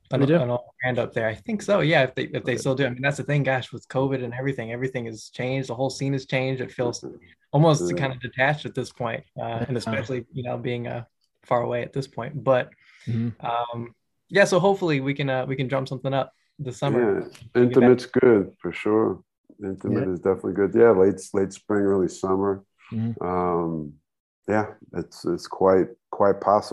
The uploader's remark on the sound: zoom in from Brazil and Canada